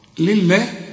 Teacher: يسبح، خد بالك إن الباء هنا مكسورة، كل هذه الكلمة مرققة، لله، طالما إن الله مكسورة فلفظ الجلالة هنا مرقق